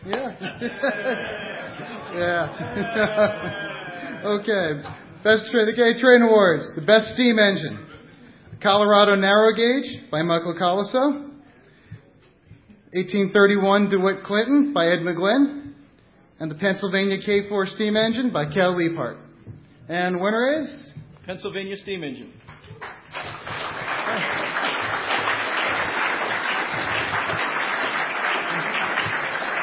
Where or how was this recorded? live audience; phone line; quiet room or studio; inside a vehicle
live audience